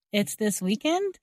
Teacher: So it's not really in the question form, where we usually change the order of the subject and verb. Instead, here we are using the same word order, but adding rising intonation to clarify we heard correctly